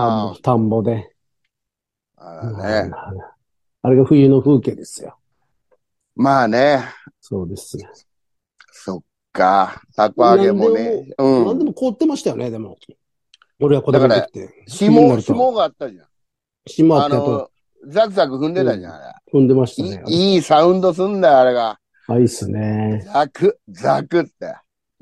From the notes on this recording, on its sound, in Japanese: ZOOMで収録